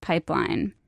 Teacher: hear the way that her voice kind of creaks on the word pipeline. That's vocal fry.